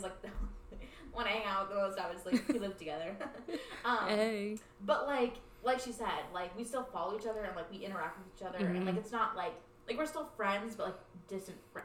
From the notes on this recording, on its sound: Join us in our drunkin' recording. A not-our-best sound quality episode.